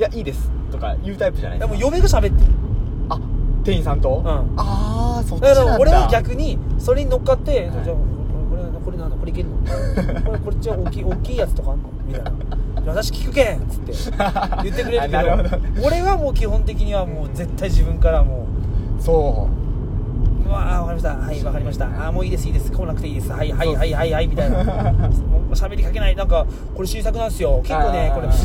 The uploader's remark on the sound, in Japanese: いつもの営業車の中で